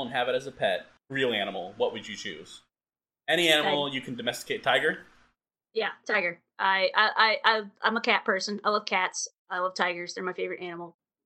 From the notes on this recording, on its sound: Caution: widely variable audio quality in this one.